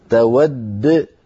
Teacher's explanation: شيء من التلقائية لكن بعض الأبحاث أنت بحاجة إلى إتقانها أكثر تود آخرها دال المشددة لما تقف عليها لابد من قلقلة الدال تود فتقف بدالين الدال الأولى مدغمة والثانية ساكنة مقلقلة تود وهكذا